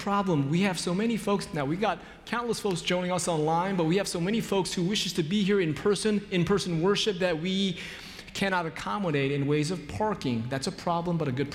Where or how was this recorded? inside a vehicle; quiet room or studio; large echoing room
large echoing room